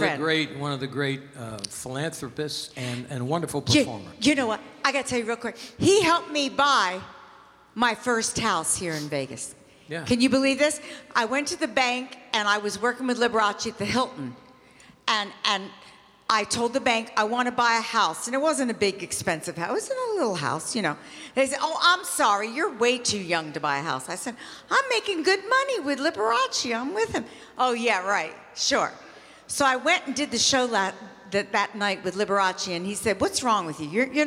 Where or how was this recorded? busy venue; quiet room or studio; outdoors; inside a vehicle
busy venue